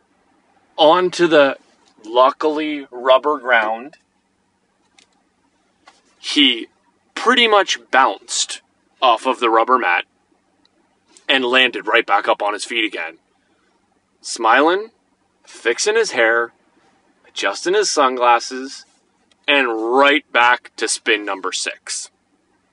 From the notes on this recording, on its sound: Sitting in my car on Tuesday evening while our son and his friend play on the park.